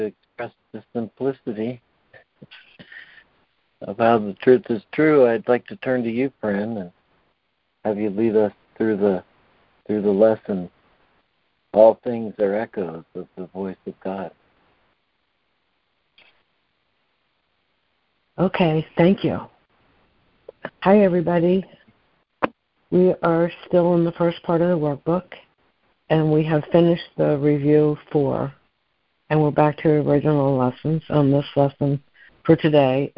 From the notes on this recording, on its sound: ACIM Daily Conference Call.